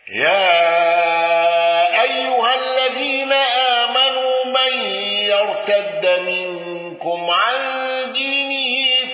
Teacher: قالون بتوسط المنفصل وصلة ميم الجمع